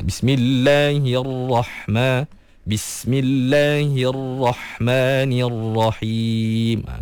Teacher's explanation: Kena angkat sikit pangkal lidah tu biar ra tu lebih tebal.